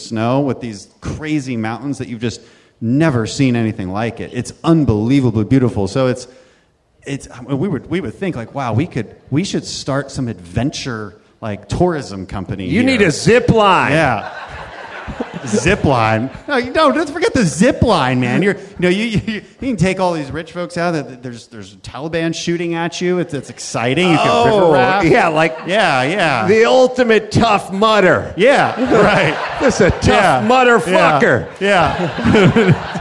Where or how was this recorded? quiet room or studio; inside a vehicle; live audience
live audience